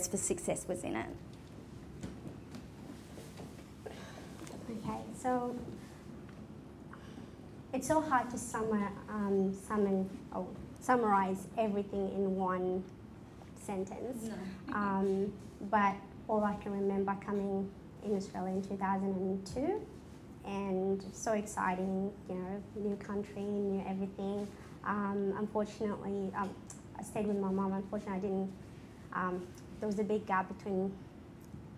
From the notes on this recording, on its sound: A live broadcast of The Style Edit , the fundraising event. A live broadcast of The Style Edit , the fundraising event I hosted and produced in association with DFS Sydney and in celebration of International Women’s Day.